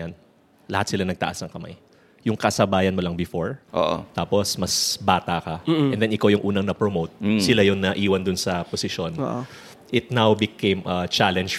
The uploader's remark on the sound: Underpaid Live Recoding Sessions. Ngayon lang namin 'to ginawa with a live audience, sa unang pagkakataon nakasama namin ang mga listeners ng Underpaid.